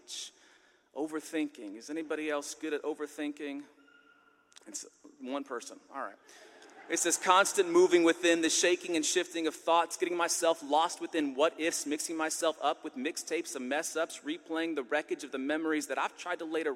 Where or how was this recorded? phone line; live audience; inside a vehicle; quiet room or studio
live audience